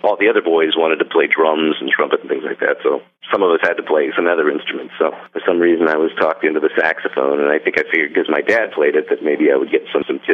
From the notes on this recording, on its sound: called in to that cozy radio studio